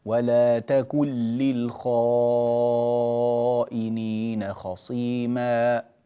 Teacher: ولا تكن للخائنين بالنون، لا ولا مش ولا تكو، ولا تكن للخائنين خصيما، هكذا.